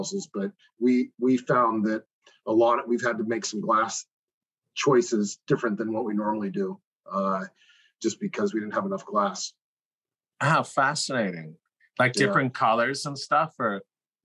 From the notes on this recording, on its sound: Zoom interview